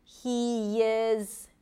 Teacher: If I connect those two vowels, he is, you hear a small y sound there. So that's what happens when you connect two vowels together.